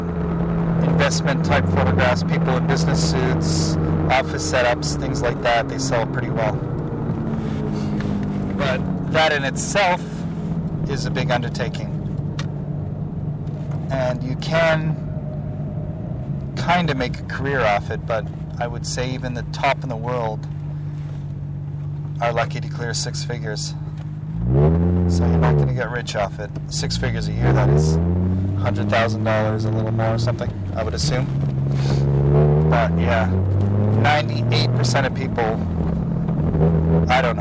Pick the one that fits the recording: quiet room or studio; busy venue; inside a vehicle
inside a vehicle